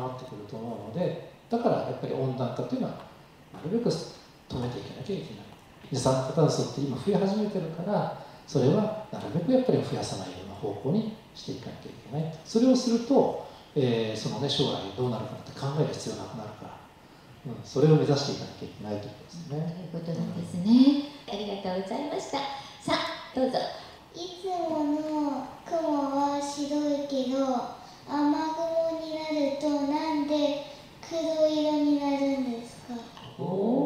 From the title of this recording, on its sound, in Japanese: 11/27公開録音Part1